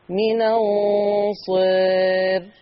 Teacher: تقليل الألف هيؤثر على الراء فتصير الراء مرققة